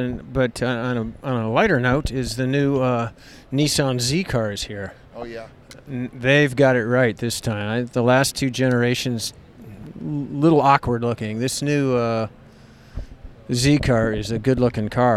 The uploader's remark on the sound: Live from the LA Auto Show